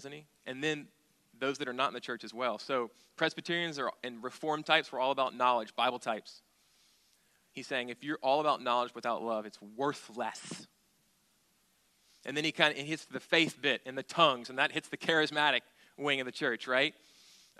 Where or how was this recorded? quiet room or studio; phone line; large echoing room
large echoing room